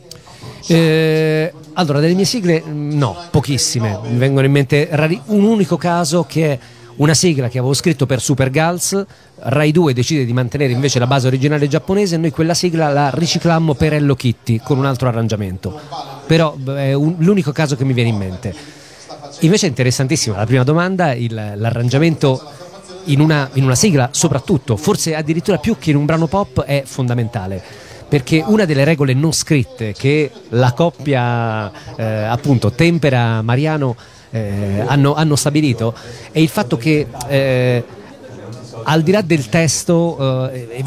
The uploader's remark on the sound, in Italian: Da San Marino Comics 2020 la nostra intervista.